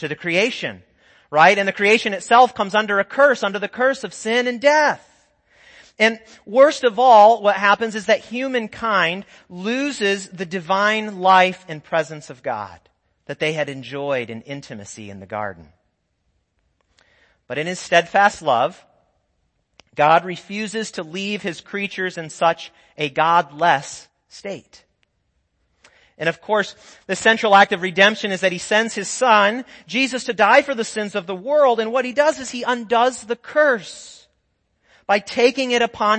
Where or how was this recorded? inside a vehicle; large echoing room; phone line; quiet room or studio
large echoing room